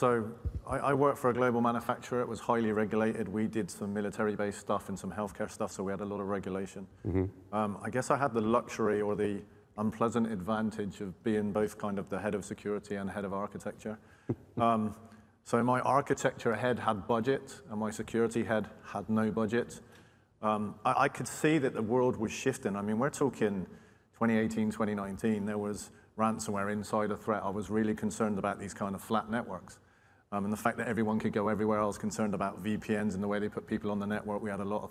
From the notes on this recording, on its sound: This #podcast is a recording of that event.